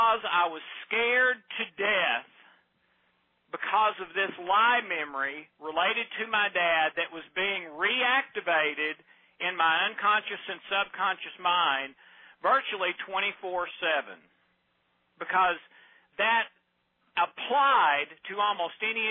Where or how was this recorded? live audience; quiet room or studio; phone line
phone line